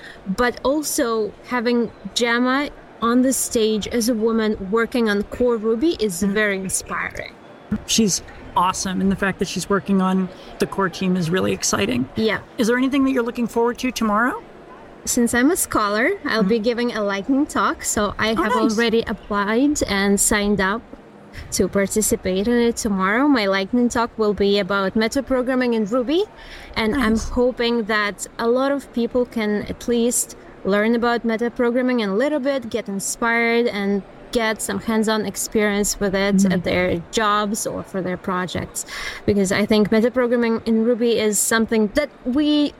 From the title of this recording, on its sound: Live From The RubyConf Hallway Track